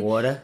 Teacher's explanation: I'm like rounding my vowels more